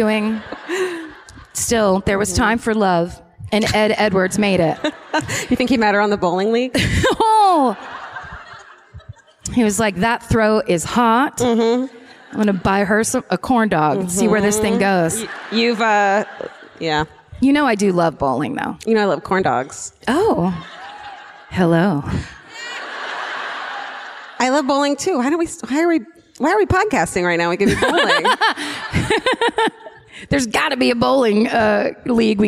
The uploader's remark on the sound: Live at the Connor Palace in Cleveland